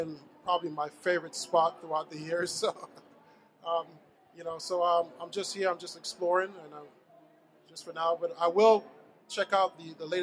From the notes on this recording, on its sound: LIVE from the NJEA Convention. Broadcasted directly from the floor of the 2016 NJEA Convention in the TeacherCast booth.